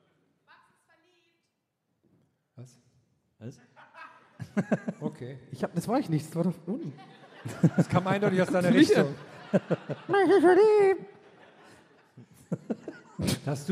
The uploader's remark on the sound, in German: Aufgenommen LIVE in Wiesbaden am 25.10.2021